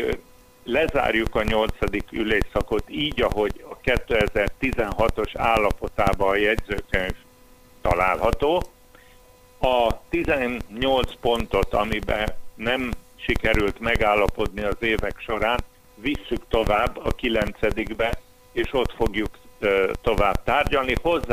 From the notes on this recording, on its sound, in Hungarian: A hangminőséget a telefonkapcsolat befolyásolta, a téma fontossága miatt mégis közöljük a beszélgetést; újrarögzítésre nem volt lehetőségünk.